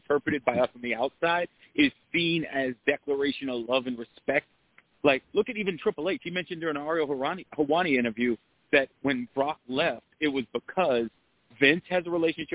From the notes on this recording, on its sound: Live calls and more conversation. Weekly caller, email and tweet driven show.